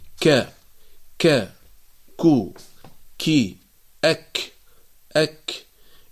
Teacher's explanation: أما الحرف الثاني وهو حرف الكاف، فتخرج من أقصى اللسان مع ما يقابله من الحنك الأعلى اللحمي والعظمي، تلك المنطقة الصلبة. فالكاف إذن متقدمة قليلا في مخرجها عن حرف القاف، متقدمة شوية يعني عن حرف القاف من حيث المخرج.